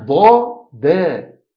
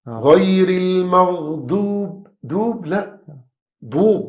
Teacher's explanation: مرقق. الضاد مفخمة مستعلية، والدال مرققة. مرققة مستفلة.